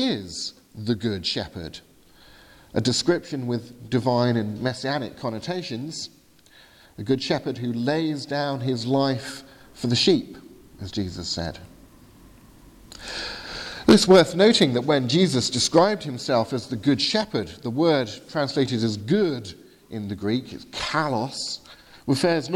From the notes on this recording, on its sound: Sermon from the 8am communion service at Highfield Church Southampton, 4th February 2018.